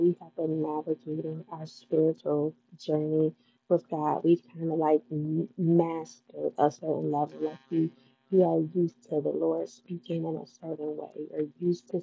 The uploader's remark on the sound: Hey the audio is not as clear because I had on my ear phones trying to see how it would sound so please excuse all the buzzing and noises.